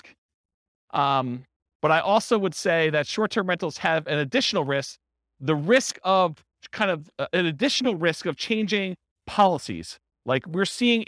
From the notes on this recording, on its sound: This was a live class recorded